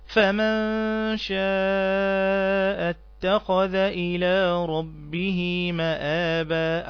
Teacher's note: هنا الخاء من حروف التفخيم فتنطق اتخذ، اتخذ. وعندنا حرف الذال من الحروف اللثوية، حروف إخراج اللسان